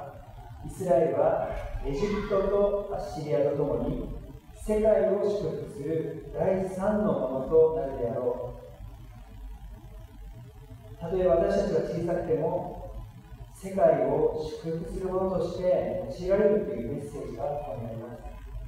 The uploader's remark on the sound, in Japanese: 機材トラブルにより音声が聞きづらくなっております。